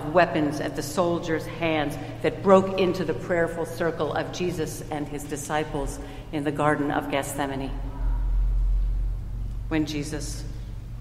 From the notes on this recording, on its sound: Recorded at Trinity Church in Princeton, NJ